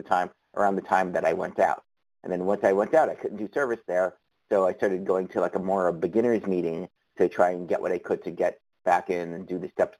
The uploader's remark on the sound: from the 100 Pounders Phone Meeting